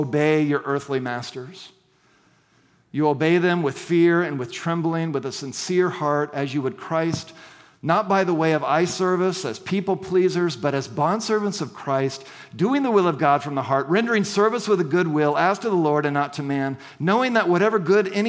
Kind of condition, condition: setting, large echoing room